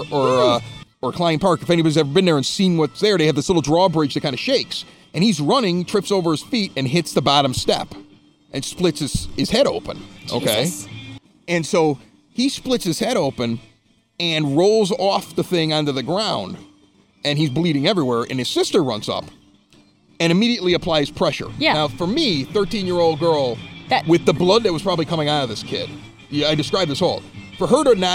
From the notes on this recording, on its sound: record an impromptu episode with a live crowd and turtle races at The Red Palm in Evergreen Park